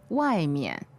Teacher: fourth tone and neutral